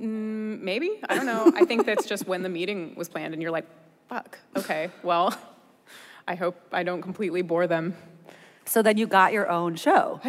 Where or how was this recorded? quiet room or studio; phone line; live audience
live audience